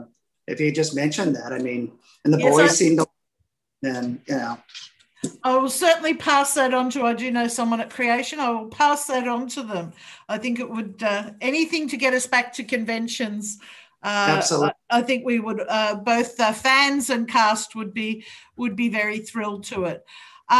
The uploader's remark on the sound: This is the audio recording of a zoom Q. There were over 200 fans online from around the world.